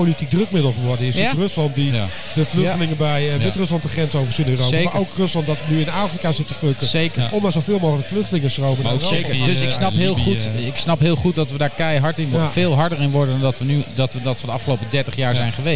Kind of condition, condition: setting, busy venue